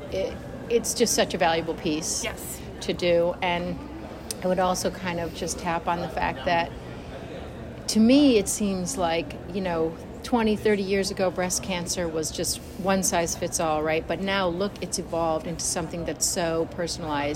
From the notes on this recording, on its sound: recorded during the ADA 2023 Conference